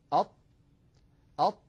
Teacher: تجدون الصوت منحصر بين اللسان وبين الحنك الأعلى · Term: الإطباق